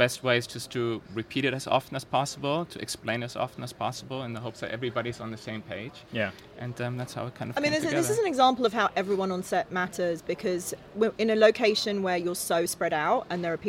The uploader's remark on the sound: We are live, on-location at the TCL Chinese Theatre for AFI FEST 2023